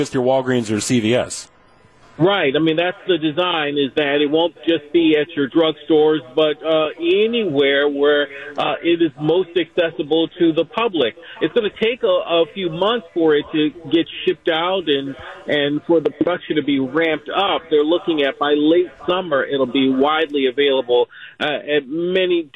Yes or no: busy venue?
yes